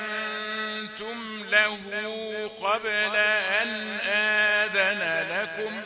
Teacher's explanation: حكم الغنة اللي في النون غنة إيه إخفاء النون يعني قبل التاء بيبقى فيها غنة بنسميها غنة إخفاء قال آمنتم بي مش آمن كده يبقى أظهرنا النون آمنتم يبقى